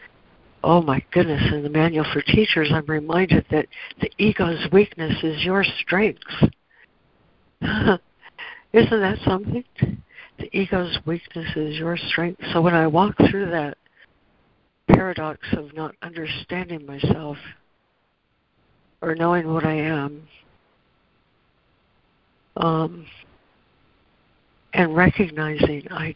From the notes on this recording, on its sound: ACIM Daily Conference Call